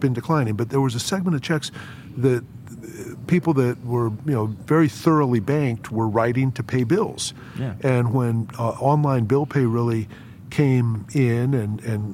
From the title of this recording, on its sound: LIVE FROM MONEY 20/20